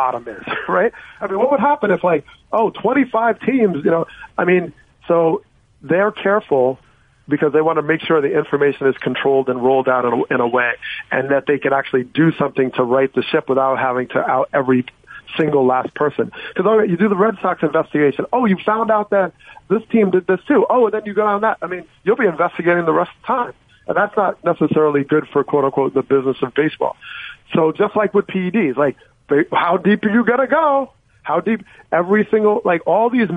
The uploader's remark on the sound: called in to the …/… show